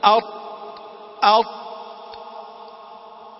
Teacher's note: حرف الطاء ومخرجه من طرف اللسان مع أصول الثنايا العليا. صفاته: الجهر والشدة والاستعلاء والإطباق والقلقلة